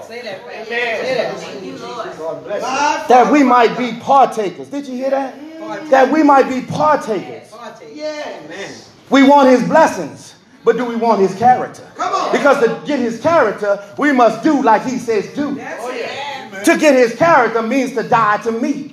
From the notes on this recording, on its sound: This message was recorded at True Vine Missionary Baptist Church